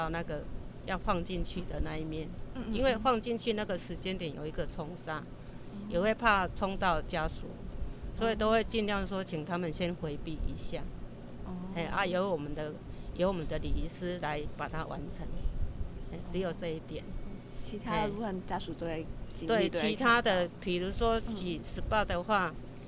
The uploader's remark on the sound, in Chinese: 我們到了殯葬管理處現場，聽著阿姨分享在行業中遇到的點點滴滴，一旁不時有救護車及棺木經過